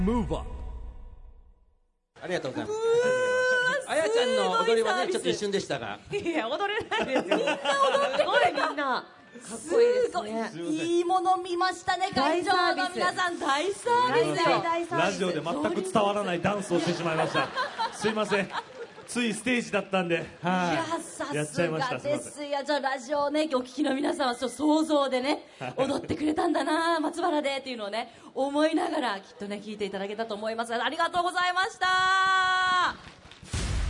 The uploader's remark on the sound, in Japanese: 大阪・松原市で行われた公開録音（前半）の模様